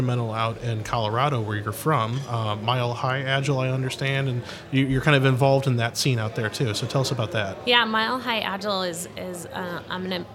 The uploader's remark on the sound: Live From Agile Midwest